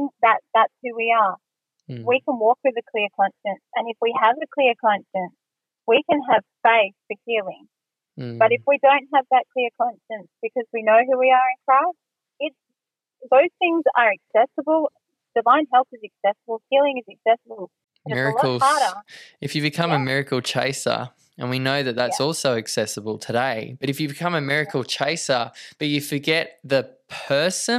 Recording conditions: phone line